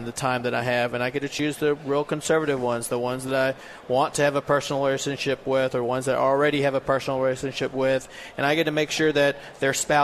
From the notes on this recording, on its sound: Live at the State Capitol for Filing Day